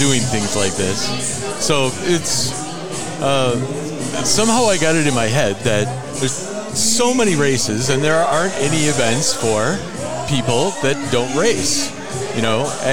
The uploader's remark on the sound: live recording of the Grand FunDuro Ball at the Illinois State Park Beach Resort and Convention Center